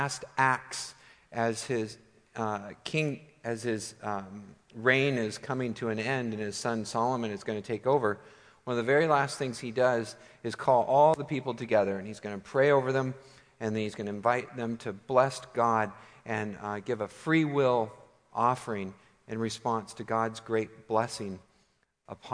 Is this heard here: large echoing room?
yes